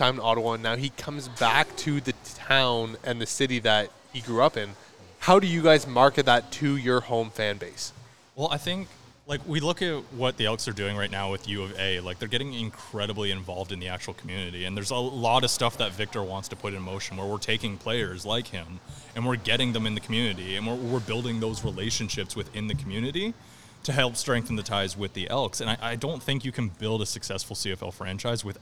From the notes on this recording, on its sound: a Bonus episode from our live session at Daft Brewing